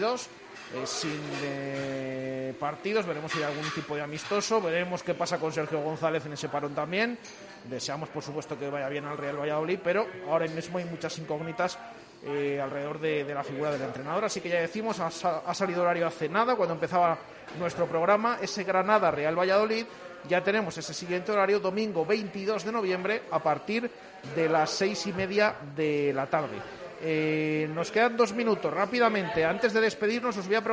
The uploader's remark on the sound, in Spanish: en directo desde el KOKOMO Sports Bar Santos Pilarica